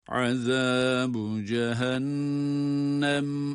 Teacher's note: Azabu derken zal harfi yine peltek.